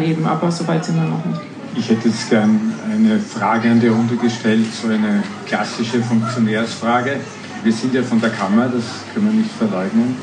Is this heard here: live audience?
yes